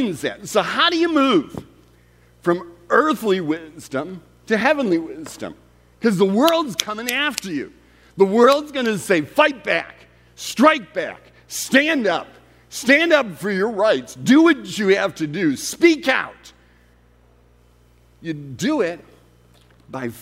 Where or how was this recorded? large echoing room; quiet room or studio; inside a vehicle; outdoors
large echoing room